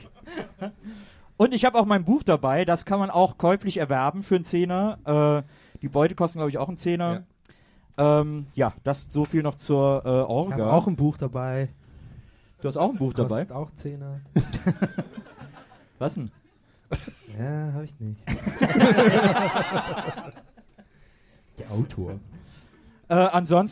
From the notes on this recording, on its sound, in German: LIVE in der Wohngemeinschaft in Köln